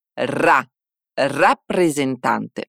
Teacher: Percebe que a primeira sílaba não é com E, e sim com A.